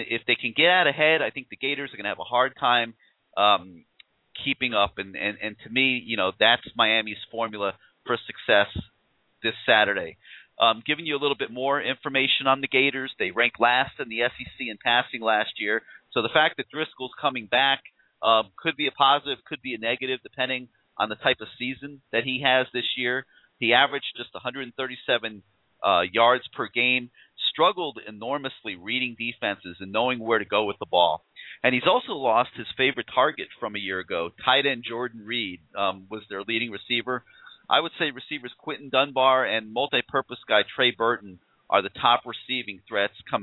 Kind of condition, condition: link, phone line